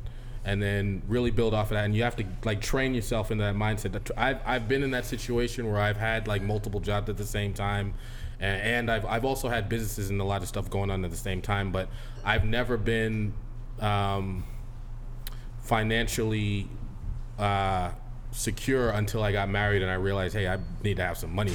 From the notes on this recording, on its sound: This episode was recorded at the Africa & Market innovation event held at WeWork in Copley Square.